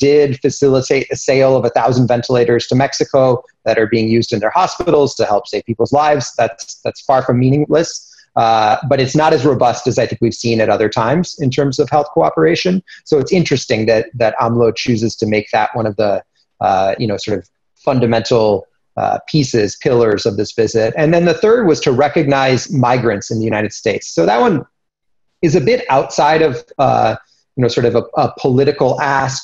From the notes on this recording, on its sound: This presentation and interview are taken from a briefing we conducted over zoom.